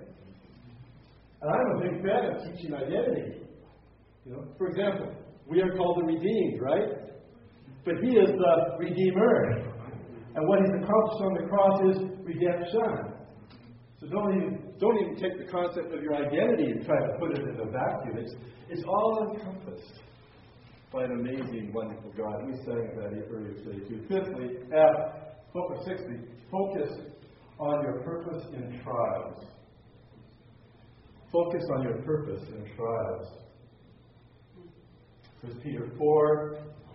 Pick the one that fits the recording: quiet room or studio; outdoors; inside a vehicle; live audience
live audience